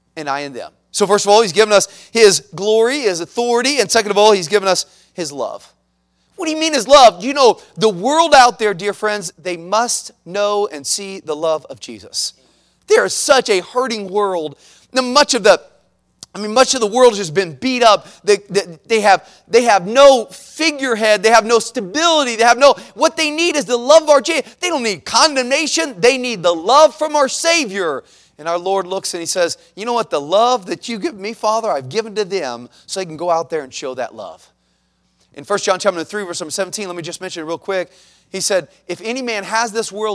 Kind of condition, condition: setting, large echoing room